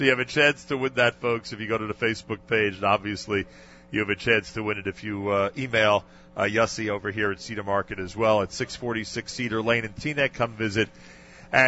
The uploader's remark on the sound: Live Remote Alert! JM in the AM live from Cedar Market in Teaneck, NJ. Presented an amazing Bergen County pre-Purim celebration live at Cedar Market in Teanack, NJ this morning.